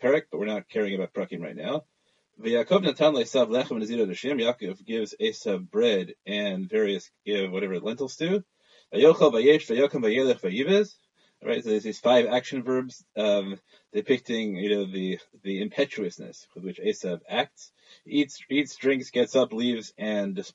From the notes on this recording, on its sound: ZOOM Shiur